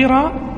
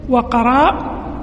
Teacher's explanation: تنطق قرا بكسر القاف والقصر، وقراء بفتح القاف والمد